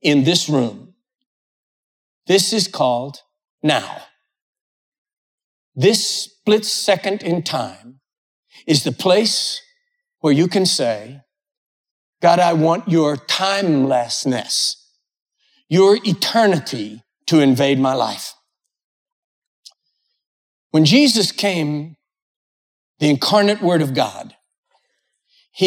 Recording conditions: large echoing room